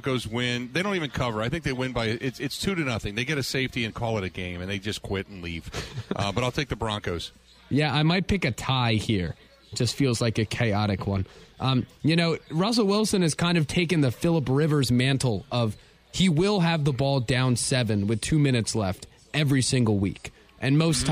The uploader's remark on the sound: live at the Brat Stop in Kenosha